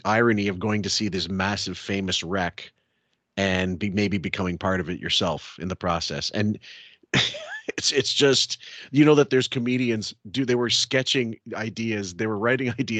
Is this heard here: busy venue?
no